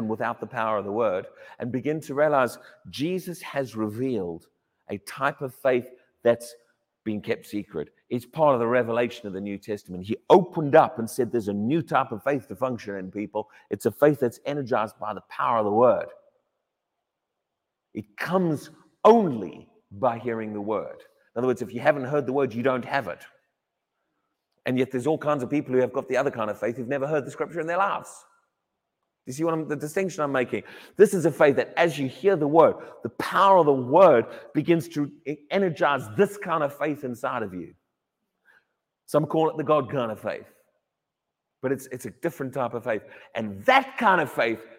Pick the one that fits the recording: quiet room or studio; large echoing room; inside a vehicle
large echoing room